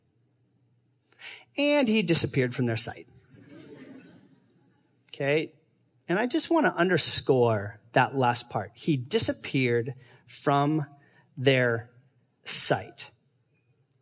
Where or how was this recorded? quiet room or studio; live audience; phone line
live audience